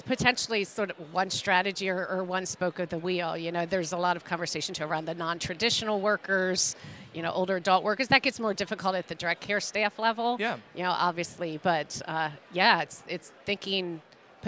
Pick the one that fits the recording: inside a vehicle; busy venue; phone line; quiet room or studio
busy venue